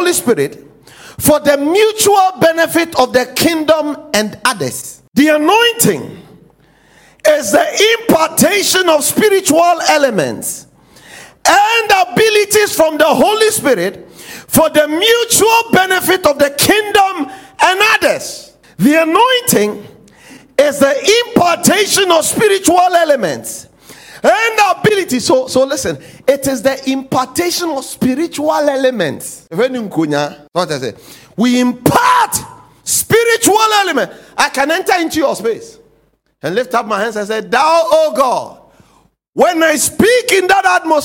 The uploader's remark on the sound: preached at The Faithlife Church, Ghana-Tema Community 3 Site A.